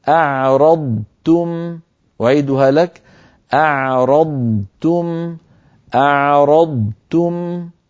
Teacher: ضاد ساكنة بدون أصوات زائدة ثم تاء · Term: الإظهار